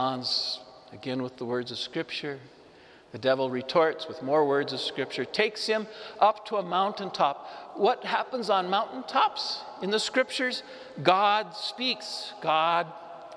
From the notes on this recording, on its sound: Homily delivered to the Saint Francis Catholic Community in Cuenca, Iglesia de San Francisco